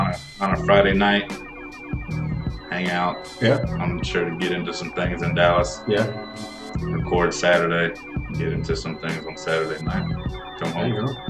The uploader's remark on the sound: Sorry it sounds like we're in a tunnel.